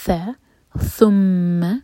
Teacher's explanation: میم پر شدہ تو میم پر غنہ، میم کو ہولڈ کیا جائے گا 2 سیکنڈس اور پھر ایک حرکہ کھینچیں گے.